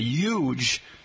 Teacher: If you treat the H as silent and say huge, you tend to come from the New York area.